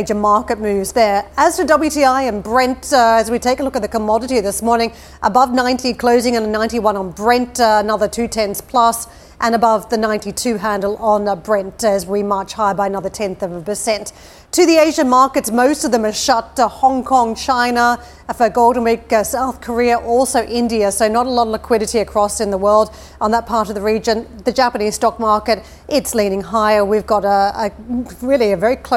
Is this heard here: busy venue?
yes